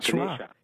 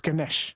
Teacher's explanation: They delete the A's. Yeah, so the A at the end is pronounced like a schwa · Shown in: first take · Ganesha. Yeah, they delete the A's.